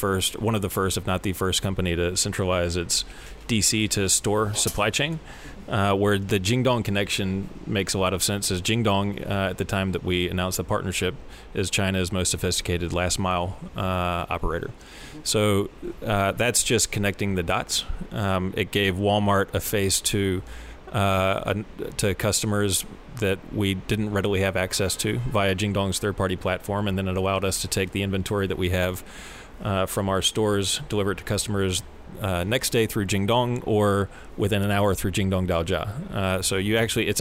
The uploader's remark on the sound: live from TechCrunch Shenzhen